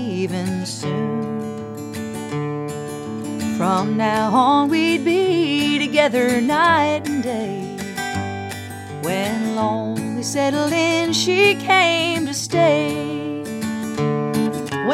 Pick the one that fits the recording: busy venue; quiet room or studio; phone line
busy venue